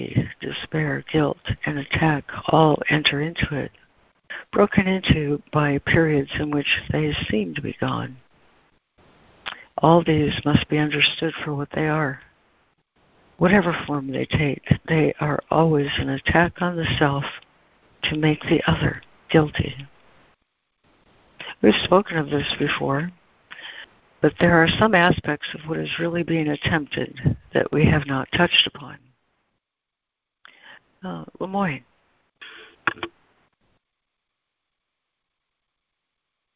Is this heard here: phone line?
yes